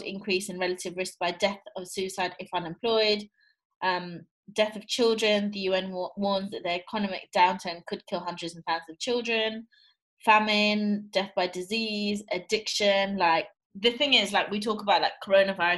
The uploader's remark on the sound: The girls sit down together at the virtual roundtable one last time.